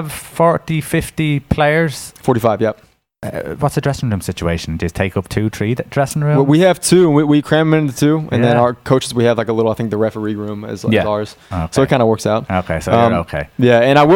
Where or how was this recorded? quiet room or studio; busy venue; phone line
busy venue